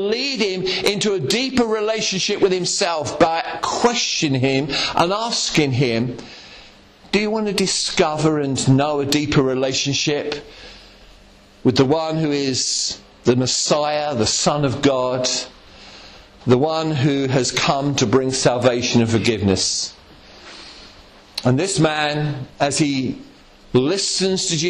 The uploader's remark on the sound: Estuary Elim Church Ashingdon Evening Service. At Estuary Elim Ashingdon.